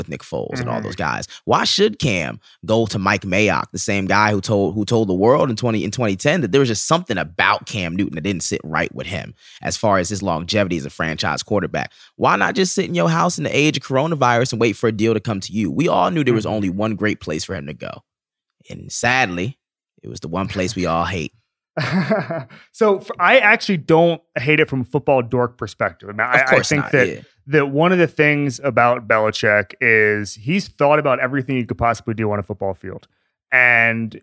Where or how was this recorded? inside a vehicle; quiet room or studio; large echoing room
quiet room or studio